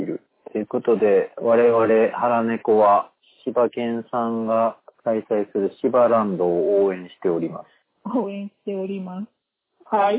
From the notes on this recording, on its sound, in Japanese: 探偵が電話を録音した音源なので、音質が良くありません。